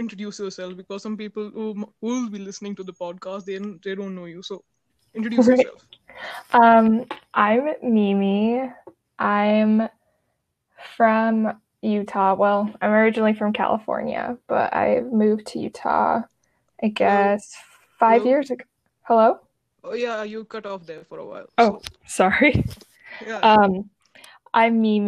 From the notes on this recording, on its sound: From connection errors to shoddy audio quality, we faced it all.